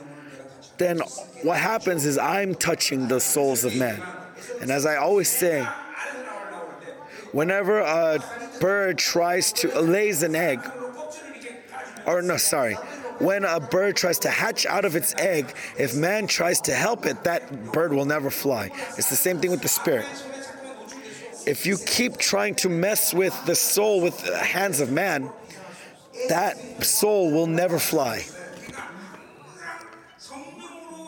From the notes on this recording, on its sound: Global Remnant Conference. Conference sermon.